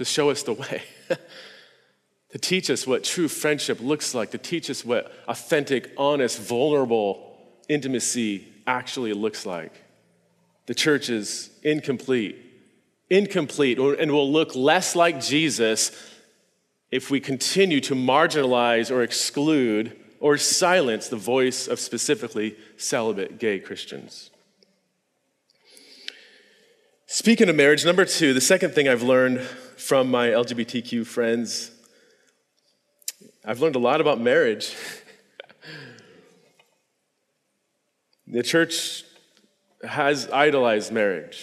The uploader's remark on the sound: This podcast is a recording of a talk I gave at this year’s Revoice conference in Plano, TX.